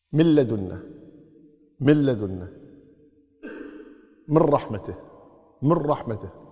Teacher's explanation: اللام والراء بدون غنة تتمشيها سريعة هكذا. من لدنا، من لدنا، من رحمته، من رحمته، مر مر على طول، من رحمته، من لدنا ما في نون، مل ميم لام على طول مباشرة مكتوب النون لكن ما تلفظ. · Term: إدغام بدون غنة